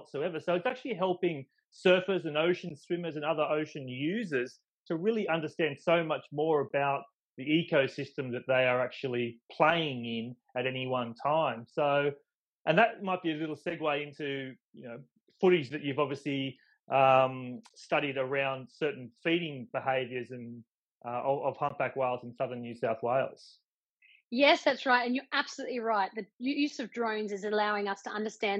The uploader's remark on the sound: In this podcast recorded live on Instagram